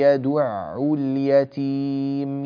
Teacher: حرف العين هنا نعطيه حقه في المخرج ولا نضم الشفتين، بعض الناس يضم هكذا يدعو اليتيم، يدعو العين ساكنة وهو يضم الشفتين يدعو.